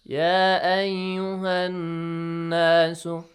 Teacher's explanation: Because it is alif mad, you got to stretch it for two counts. But since we have hamzatul wasl here, you do not stretch it for two counts.